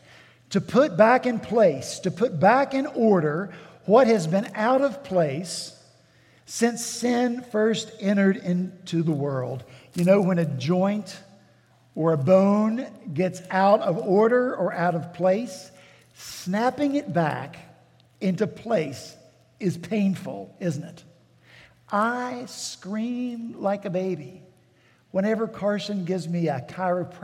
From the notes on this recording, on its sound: At Redeemer Presbyterian Church in Charleston, SC